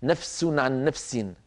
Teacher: لا تجزي نفس عن نفس شيئا، هنا الفاء يا إخوة حرف ضعيف، والسين بعدها فيها صفير، والصفير قوي. فإن لم نعطي الفاء الضعيفة حقها من الرخاوة والهمس والزمن فإن السين تطغى عليها